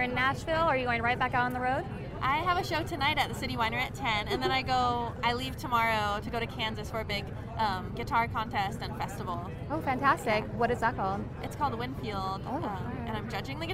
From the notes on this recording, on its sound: Americanafest 2018. Live from the Red Carpet at the 2018 Americana Honors & Awards Show.